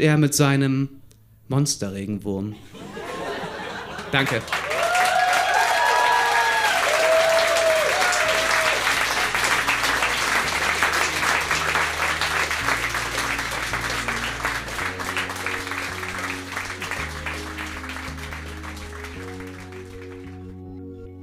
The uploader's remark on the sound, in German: Auswahl der Beiträge von der „texte von gestern“-Liveshow am 03.02.2019 im Monarch, Berlin. Heißen Dank an den Monarch, unser tolles Publikum.